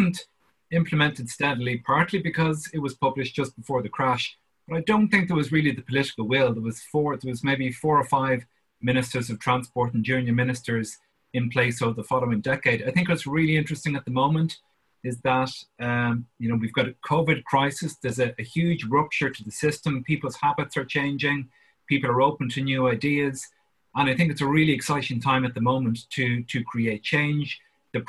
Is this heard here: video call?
yes